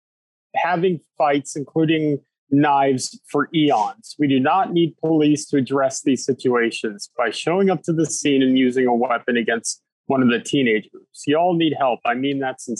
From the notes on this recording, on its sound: Sits down over Zoom.